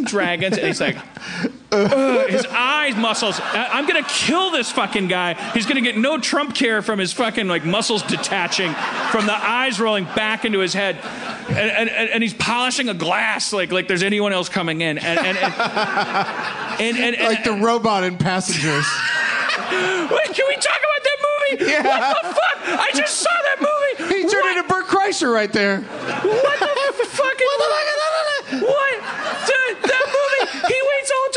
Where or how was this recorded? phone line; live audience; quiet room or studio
live audience